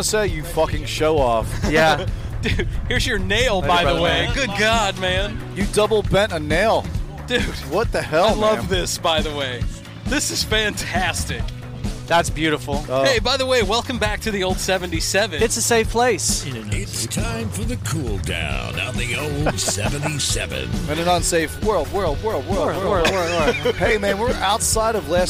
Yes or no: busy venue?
yes